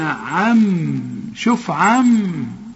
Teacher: فأعرض عمن تولى، النون ديت كأنها ميم، ادغام بغنى عم، شوف عم، مش تقول عم، لا ما تستعملش لسان كأنها ميم وميم.